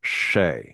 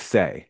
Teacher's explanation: you're gonna hear like the tongue is slightly retracted on the S's · Shown in: first take · Term: Retraction of S